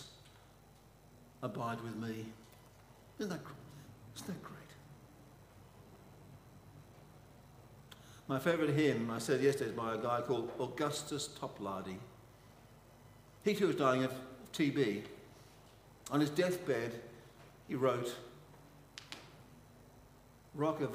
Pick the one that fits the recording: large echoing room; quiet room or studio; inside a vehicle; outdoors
large echoing room